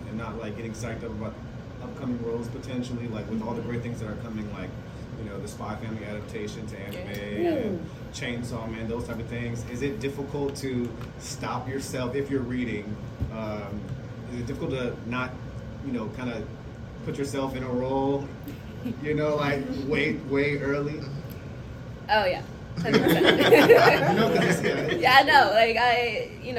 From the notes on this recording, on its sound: The boys are literally recording this live from Anime NYC.